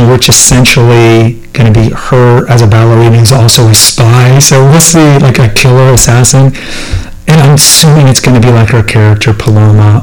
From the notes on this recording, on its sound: My apologies on the audio.